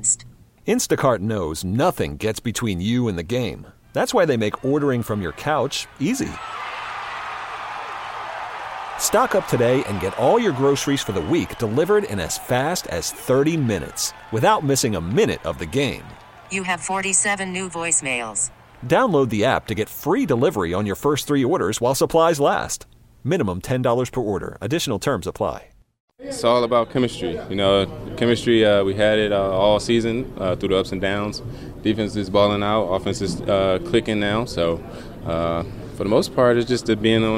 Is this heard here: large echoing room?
no